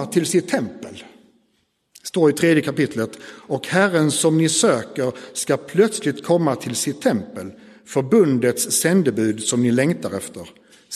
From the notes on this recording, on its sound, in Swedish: Inspelad i Roseniuskyrkan den 4 februari 2024.